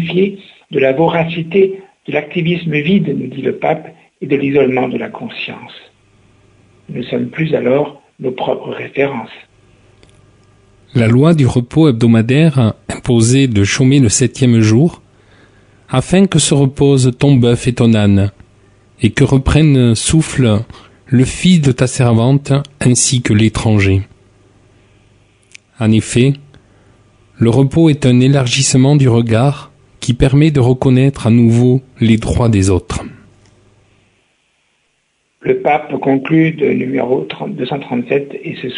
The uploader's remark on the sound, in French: invité par téléphone